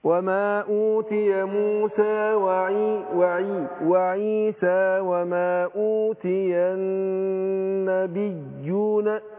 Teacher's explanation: النون في النبيون خدت غنة حركتين · الياء هنا ياء واحده مشدده لكن هي ياء تمكين. نبيون حقق الايه الياء وبين التشديد اللي فيها.